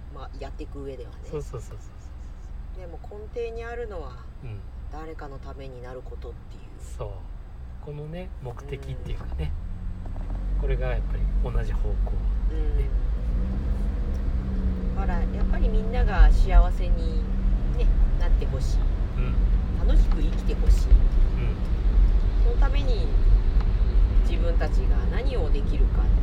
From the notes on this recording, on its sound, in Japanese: 今夜は移動中収録です 最後バックのピーピー音入ってすみません。移動型教室WAFF》。